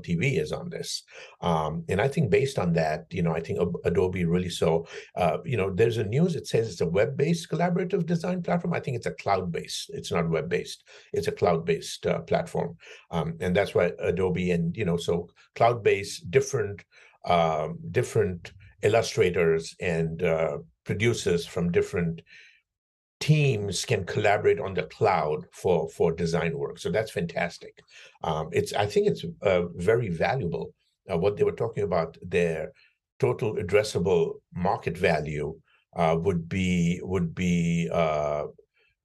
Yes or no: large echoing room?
no